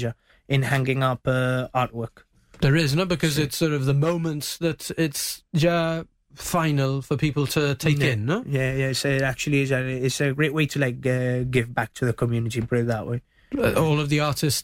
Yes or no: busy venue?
no